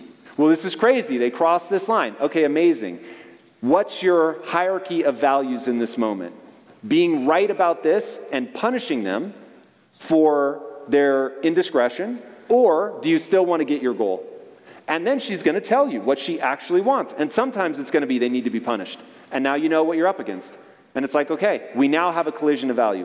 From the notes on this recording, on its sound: on stage interview from our 2023 Lake Tahoe Adventure & Mastermind